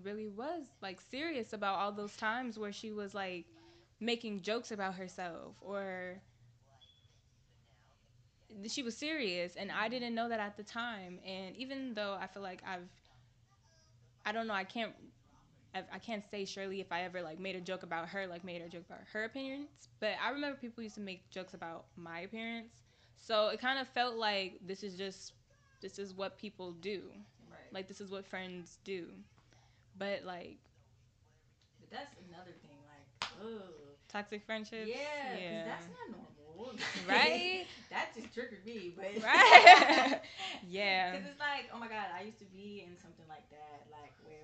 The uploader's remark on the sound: Two girls, one mic. I have about four microphones but I could only use one to record both of us so excuse the inconsistent volume, we tried our best to make it work.